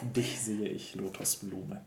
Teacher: so the first O is closed, long and closed.